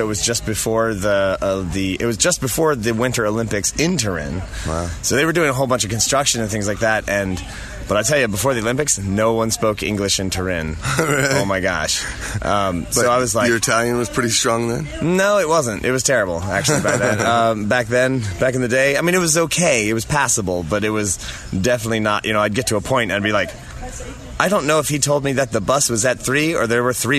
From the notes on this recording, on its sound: Sherwood Forest Faire. Some of the stories I recorded at the faire.